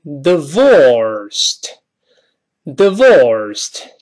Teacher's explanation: 字母 V 一定要上牙触下唇，发 V。后面 or 加卷舌音，divorced。